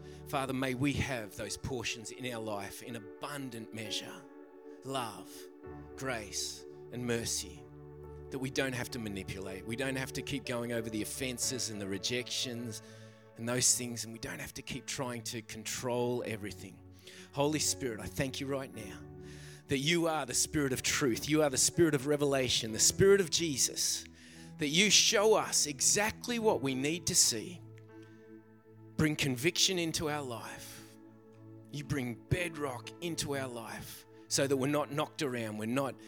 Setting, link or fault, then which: setting, large echoing room